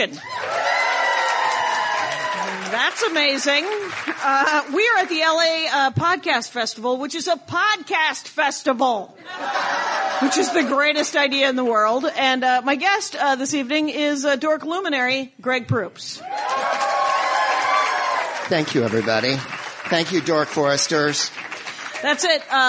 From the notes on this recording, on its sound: in front of an amazing crowd